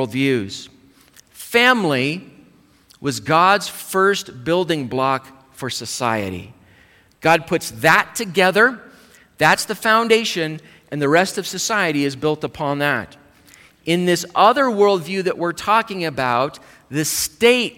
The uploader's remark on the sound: Live Service.